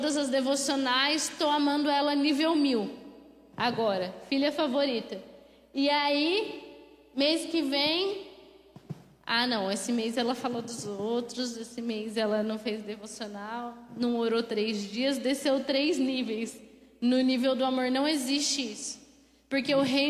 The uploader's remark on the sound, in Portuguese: Mensagem ministrada ao vivo